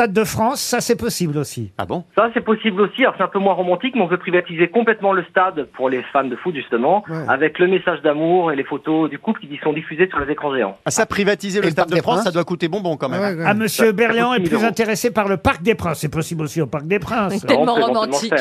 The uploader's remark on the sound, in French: ont eu au téléphone